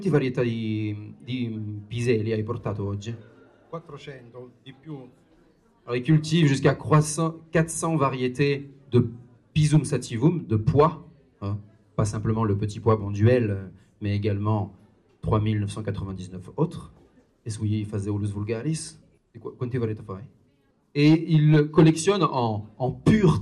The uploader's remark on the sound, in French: Cet épisode a été enregistré lors de la fête des Semences Paysannes Maralpines, le 9 décembre 2023 à Antibes. La Maisons des Semences Paysannes Maralpines (la MSPM) avait organisé une table-ronde au cours de cet événement.